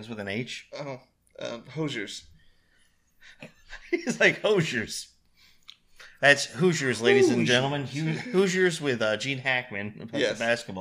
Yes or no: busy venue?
no